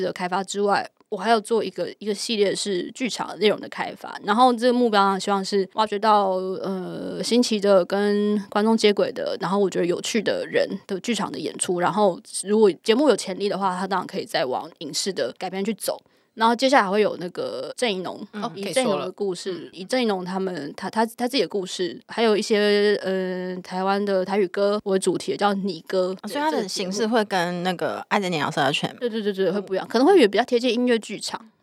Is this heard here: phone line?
no